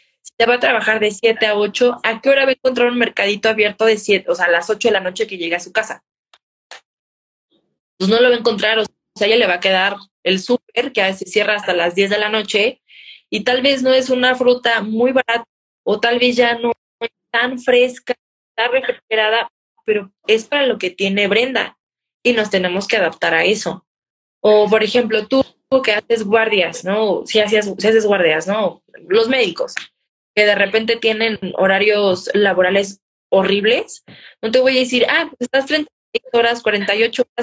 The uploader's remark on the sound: Instagram Live